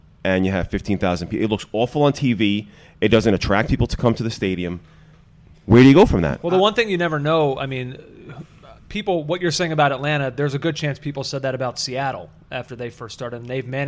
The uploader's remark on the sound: Join me live from Jack Demsey’s.